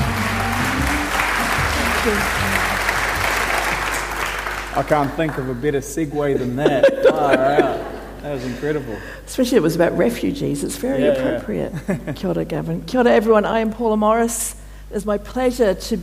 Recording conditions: live audience